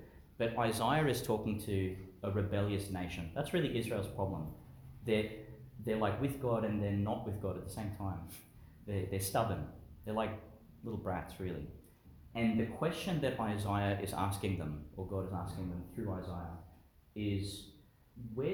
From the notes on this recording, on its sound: delivered in Chanel College Chapel, Gladstone, Qld.